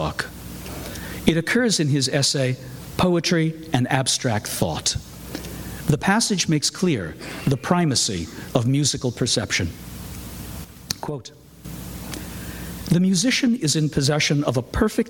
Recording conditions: large echoing room